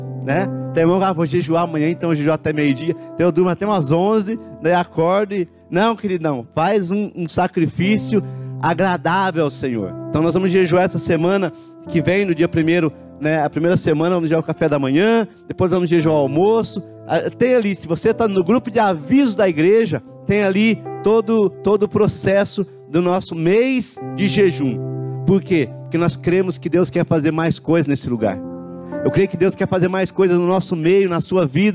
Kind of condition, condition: setting, large echoing room